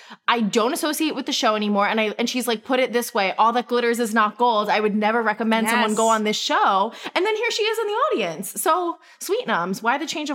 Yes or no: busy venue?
no